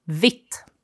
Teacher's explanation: And for a Swede, at least, you can hear that it's two T's in that.